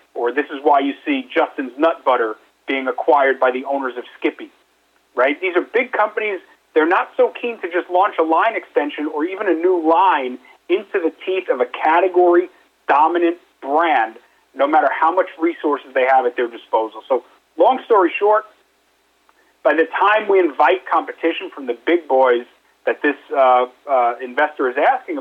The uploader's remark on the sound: conducted a quarterly investor conference call yesterday